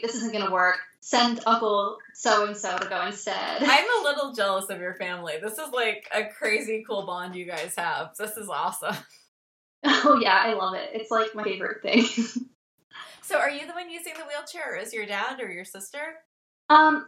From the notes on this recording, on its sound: Our Skype call was internet cursed